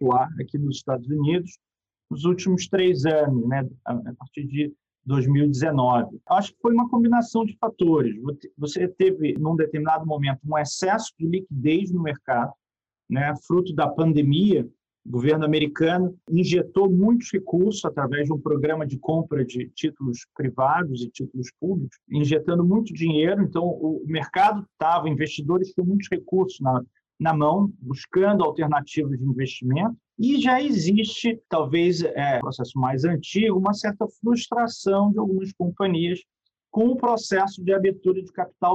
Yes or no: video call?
yes